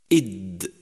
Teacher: حرف الدال حرف شديد ينحبس الصوت عند النطق به